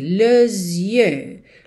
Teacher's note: E aí, junta nesse S com o som de Z.